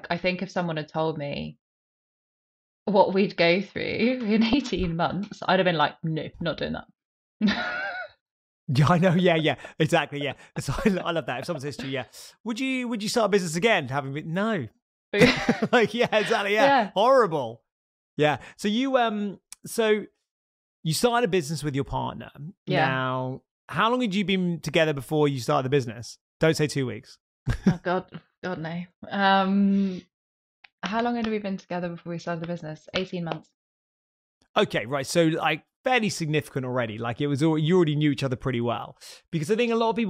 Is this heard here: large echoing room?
no